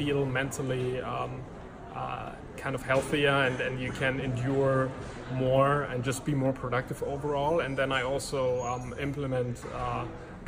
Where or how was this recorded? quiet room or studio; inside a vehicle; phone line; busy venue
busy venue